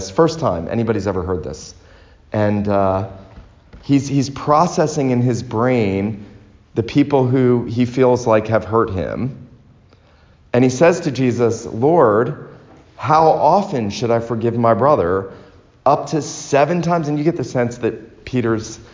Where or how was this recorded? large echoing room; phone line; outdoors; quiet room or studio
large echoing room